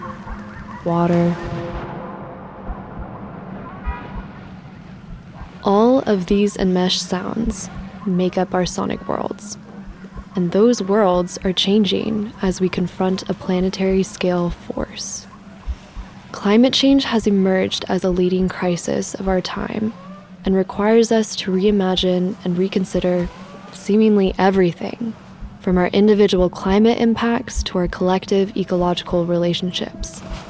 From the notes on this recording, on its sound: The soundscape of a rainy day in Manhattan is explored through the concepts of listening, sound, and the Anthropocene. A New York City soundscape fades into your foreground. The spring rain patters against your umbrella. Cars, some northbound others soundbound, splash puddles across the warm asphalt. The alarm glissandos—its pitch rising and falling, rising and falling—and begins to blend with the rainy soundscape of the city. Several car horns resound with abrupt, “honks!”.